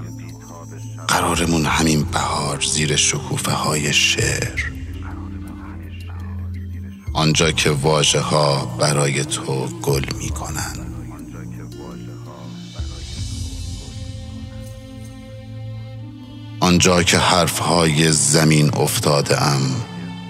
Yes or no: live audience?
no